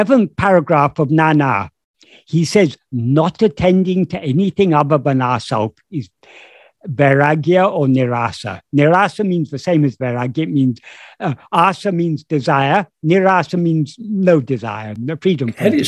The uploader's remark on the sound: In a Zoom meeting with Sri Ramana Center, Houston